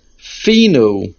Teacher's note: However, in davening in Nishmas, the word is finu, and the main accent is on the fe.